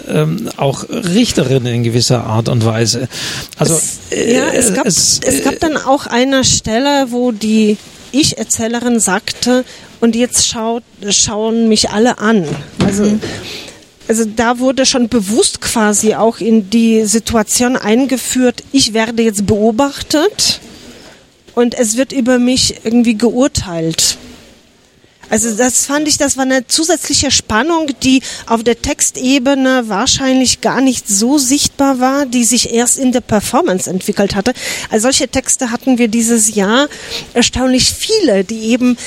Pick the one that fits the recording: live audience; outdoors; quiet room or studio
outdoors